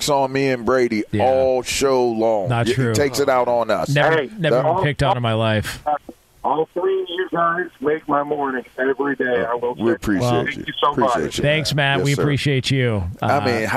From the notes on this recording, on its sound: Listeners call